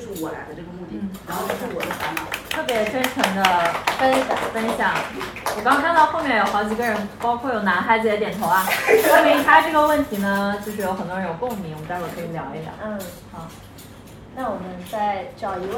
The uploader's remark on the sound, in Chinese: 来自上周末在长沙线下分享会的录音